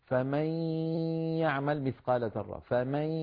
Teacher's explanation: لابد من صوتين في آن واحد، غن من الخيشوم، ياء من الفم، ممزوجان مع بعضهما، صوت حرف فرعي، من هنا هذا الصوت يعتبر حرفا فرعيا.